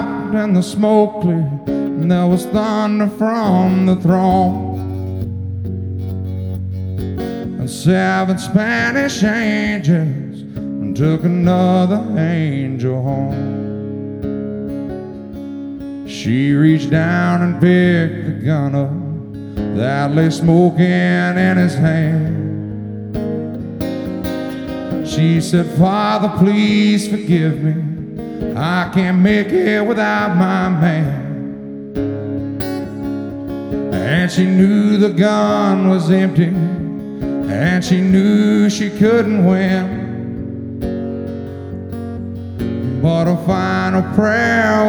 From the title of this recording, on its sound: Live At The FloraBama